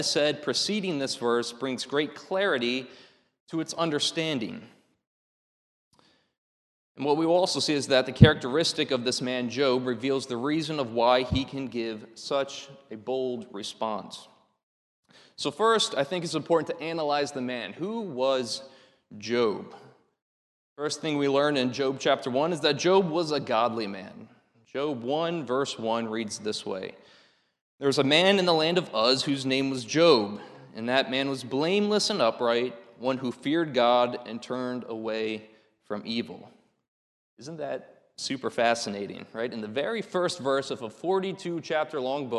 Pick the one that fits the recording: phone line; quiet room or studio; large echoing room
large echoing room